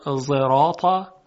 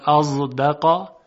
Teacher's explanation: یعنی یک زای مفخم با صدای درشت ادا میشه